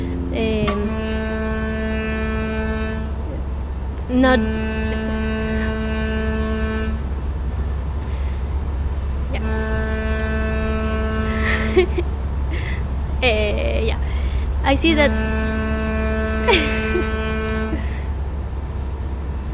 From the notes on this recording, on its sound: recorded aboard the Esperanza